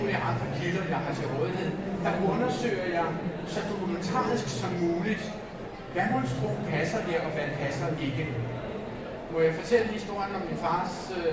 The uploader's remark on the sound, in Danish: Det her er optagelsen af vores live optræden. Midt i larmen og tumulten. Hør hele optagelsen af vores live optræden på Bellascenen på dette års Bogforum.